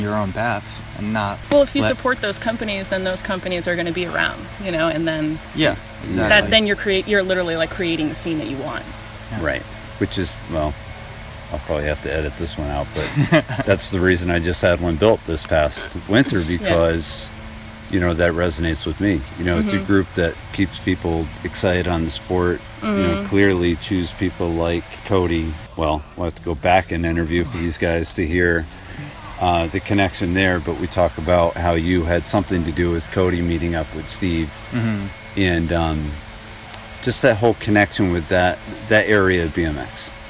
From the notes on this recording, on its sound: Both interviews were recorded in the woods